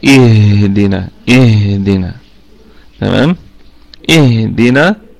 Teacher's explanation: الهاء طبعا ساكنة، لا عليكم، نحاول نركز عليها شوية، لأن احنا عارفين طبعا إن الهاء حرف ضعيف جدا، فتبقى اهدنا اهدنا، تمام اهدنا. الدال قلقلة نسبيا لأنها متحركة، والنون في أقل درجات الغنة لأنها مفتوحة، وكمان فيها مد طبيعي وقفا، نركز في المسألة دي، وهو محذوف وصلا للتخلص من التقاء الساكنين.